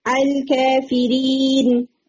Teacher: 75% الف رہتا ہے اور 25% آپ اس میں ہلکا سا یا کا ٹچ ایڈ کرتے ہیں · Term: تقلیل